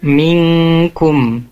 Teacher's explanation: Kemudian di kata minkum tadi ya, ada nun sukun bertemu kaf, itu hukumnya ikhfa, ditahan dua harokat